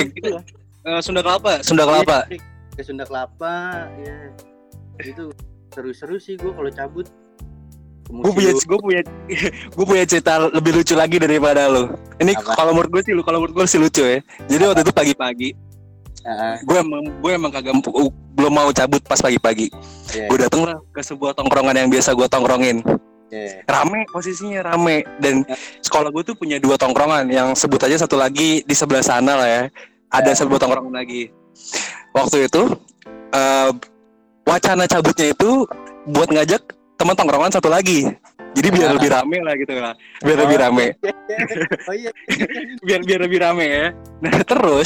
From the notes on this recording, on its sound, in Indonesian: Tapi kita record via online juga kok ga langsung. Walaupun ending agak chaos buat jadi pembelajaran aja. Ketika recording harus proper internet lu yeh!!!